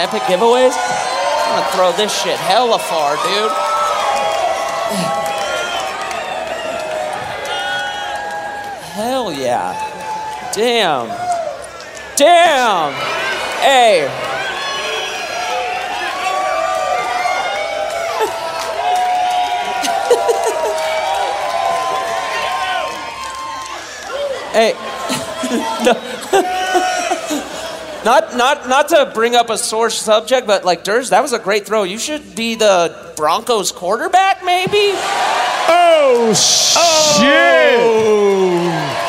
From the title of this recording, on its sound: Live From Denver